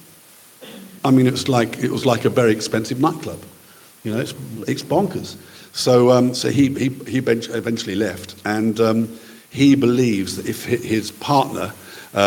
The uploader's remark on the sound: LIVE FROM Wallingford Town Hall Nr Oxford, England